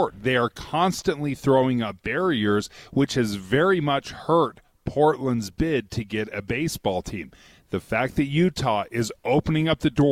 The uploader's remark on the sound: Broadcast live from the Utah State Fairpark where the Power District will live and could house a billion dollar MLB stadium.